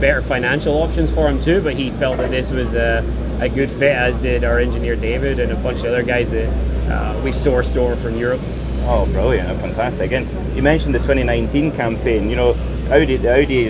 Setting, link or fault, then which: setting, outdoors